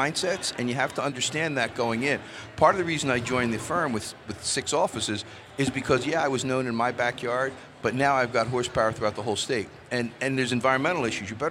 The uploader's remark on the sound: Recorded at MJBizCon 2023.